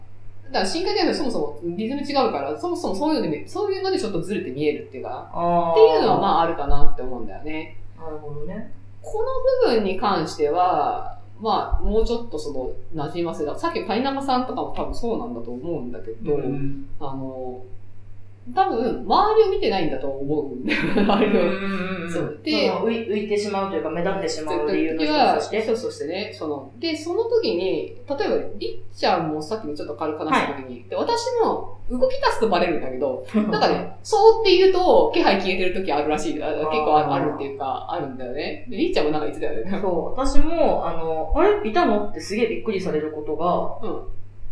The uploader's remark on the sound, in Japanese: 今月ちょっと音質が悪いです。